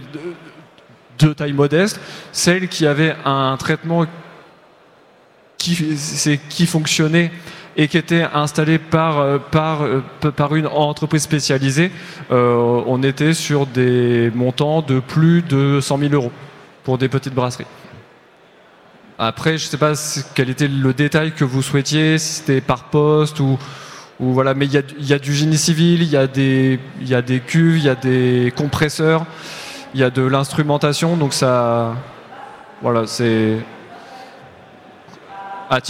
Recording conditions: live audience